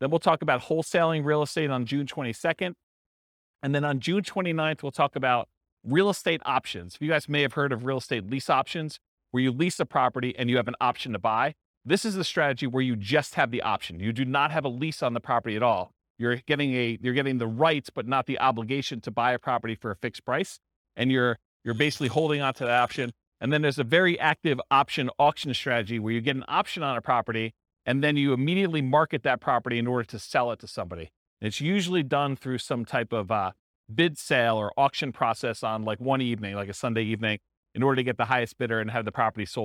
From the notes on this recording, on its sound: This was a live class recorded